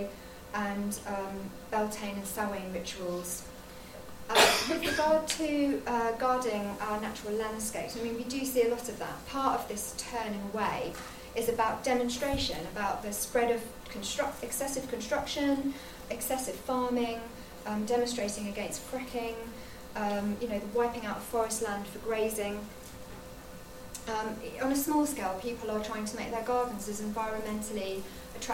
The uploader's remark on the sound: This episode features two guest speakers, recorded live at the flagship conference of The Folklore Society in 2018, held at the Museum of English Rural Life in Reading.